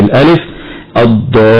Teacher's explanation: واللام في كلمة الضالين لام ال التعريفية، حكمها الإدغام في حرف الضاد، والألف التي بعد الضاد من قبيل المد اللازم الكلمي المثقل، يمد بمقدار 6 حركات وصلا ووقفا. أما المد في الياء فهو من قبيل المد العارض للسكون، هكذا في الألف الضالين، مع ملاحظة تشديد اللام.